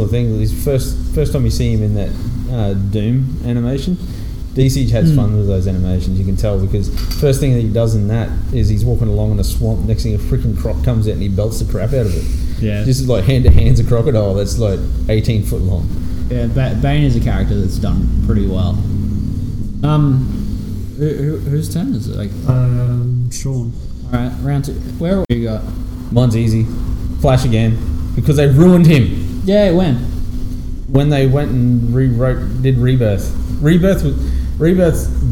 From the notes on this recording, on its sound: As we sit around a table. In this weeks podcast we headed back down to our local comic shop Mac's comics and collectables and had a chat.